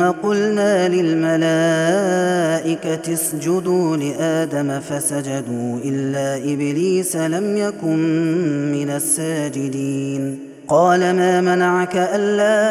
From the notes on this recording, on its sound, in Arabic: هذا التسجيل من صلاة التراويح